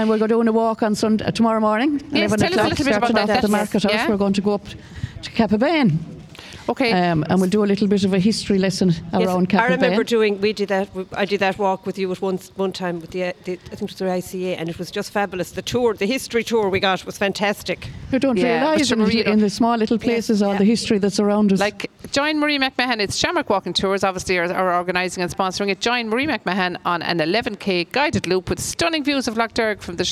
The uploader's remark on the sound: As broadcast live from the the Fair green at the Scariff harbour festival on 5th August 2023.